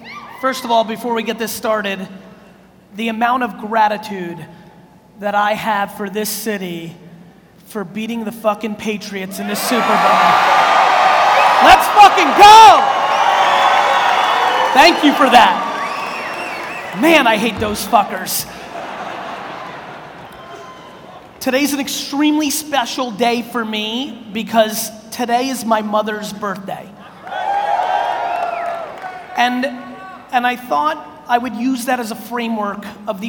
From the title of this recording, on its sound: A Keynote: NAC Philadelphia 2018